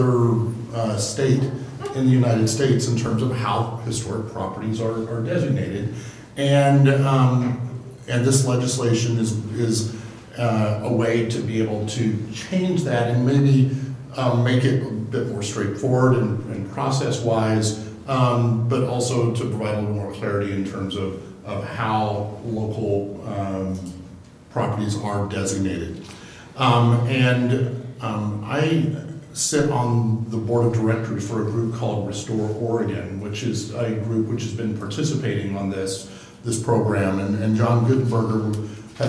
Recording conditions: large echoing room